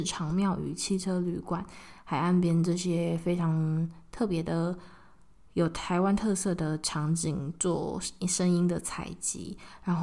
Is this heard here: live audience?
no